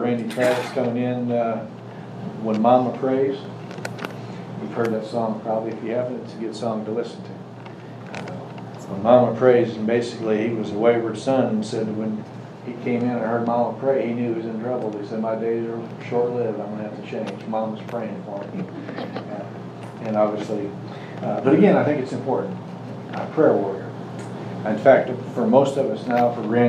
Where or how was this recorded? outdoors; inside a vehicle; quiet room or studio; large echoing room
large echoing room